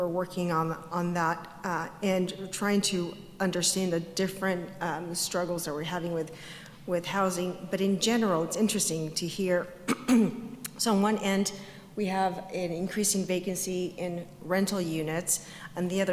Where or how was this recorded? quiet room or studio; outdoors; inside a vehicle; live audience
live audience